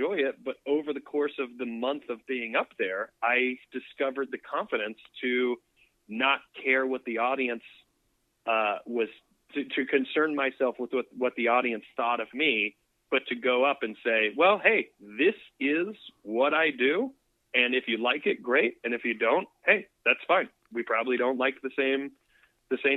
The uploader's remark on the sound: joins me by phone